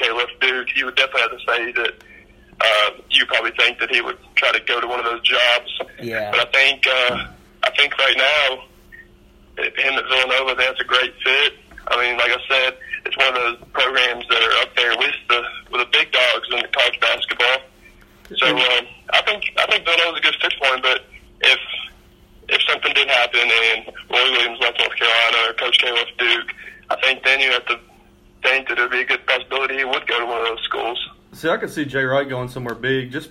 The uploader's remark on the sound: They also take phone calls